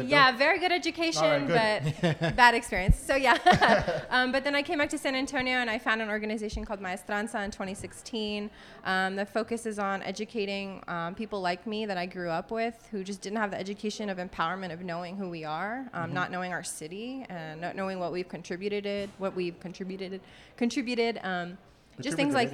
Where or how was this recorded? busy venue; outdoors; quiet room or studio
busy venue